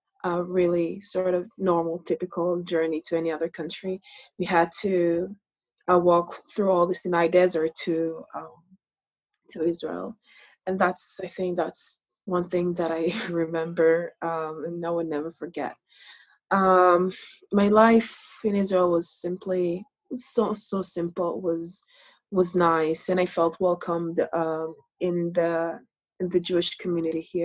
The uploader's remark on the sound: recorded at Temple Beth-El’s virtual Shabbat morning gathering on June 6, 2020